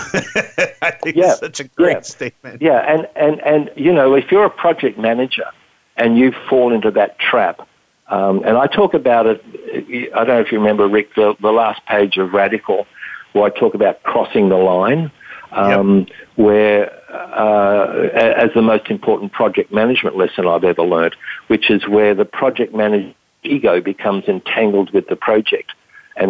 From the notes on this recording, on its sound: we have never had a lengthy phone conversation, until now